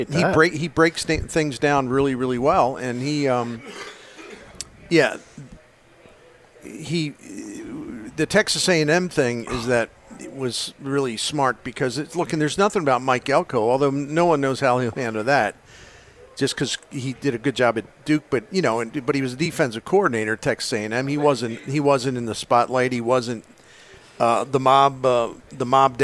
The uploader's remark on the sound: Broadcasting live from Friendly's Sports Bar and Grill at 3971 Bayless Ave. In South St.